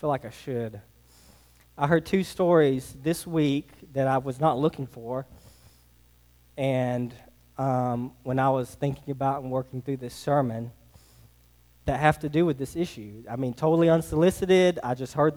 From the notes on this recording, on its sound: Sermon preached to Hillside Baptist Church in Eastman, GA on 1/21/24. Sermon preached to Hillside Baptist Church in Eastman, GA on 1/21/24.